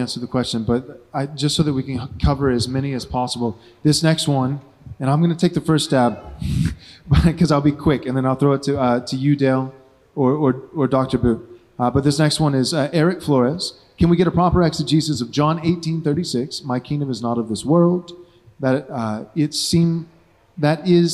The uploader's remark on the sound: This is the First Panel from our Theonomy & Postmillennialism Conference.